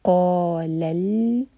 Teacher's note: لام کو لام سے جوڑا اور لام پر جھٹکا نہ آئے، لام ساکن پر